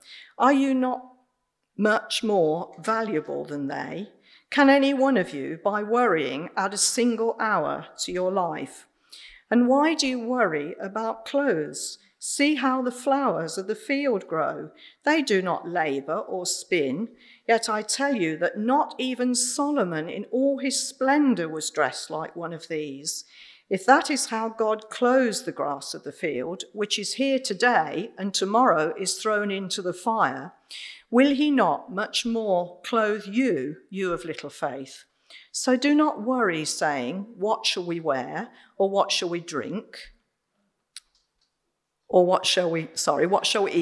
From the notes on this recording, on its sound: Recorded Live at Central Vineyard Raunds on 15th Aug 2021